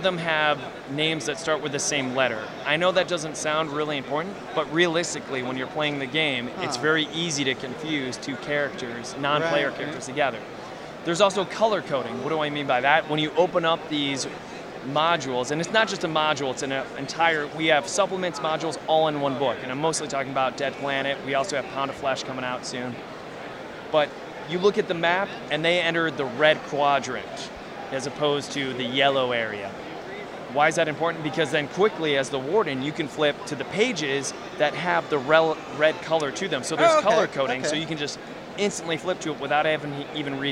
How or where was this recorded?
busy venue